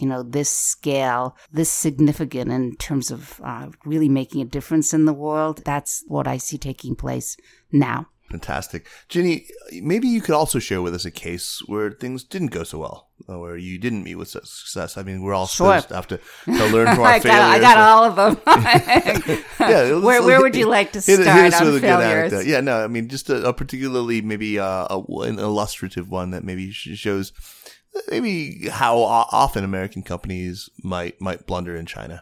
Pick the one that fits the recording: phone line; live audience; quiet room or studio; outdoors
quiet room or studio